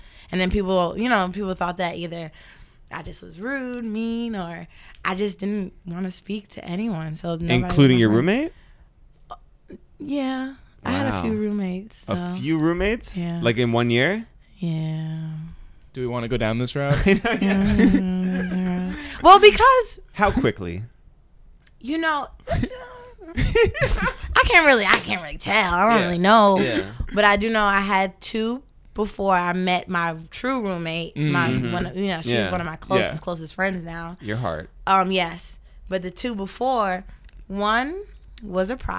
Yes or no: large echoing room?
no